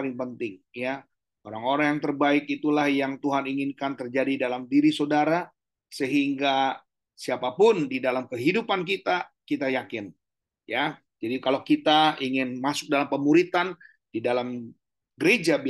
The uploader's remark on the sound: Audio Zoominar